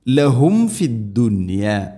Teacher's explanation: സാക്കിന മീമിന് ശേഷം വ അല്ലെങ്കിൽ ഫ വന്നു കഴിഞ്ഞാൽ രണ്ട് ചുണ്ടുകൾ തമ്മിൽ തട്ടിച്ച് മീമിനെ പൂർണ്ണമാക്കണം